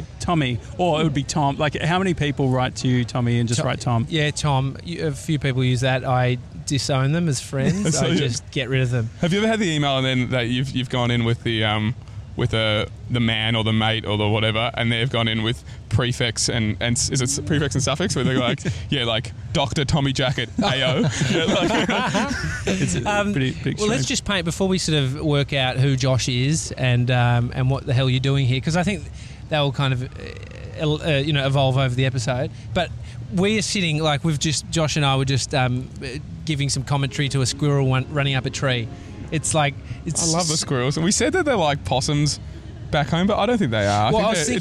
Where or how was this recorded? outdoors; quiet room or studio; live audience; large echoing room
outdoors